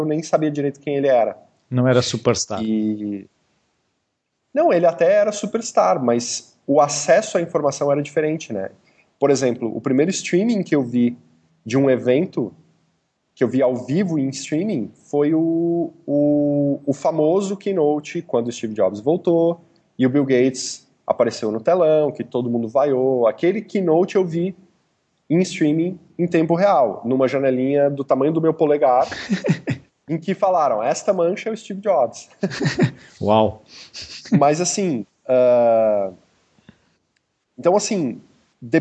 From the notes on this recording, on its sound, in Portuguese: a nossa conversa teve de ser marcada para mais tarde, via Skype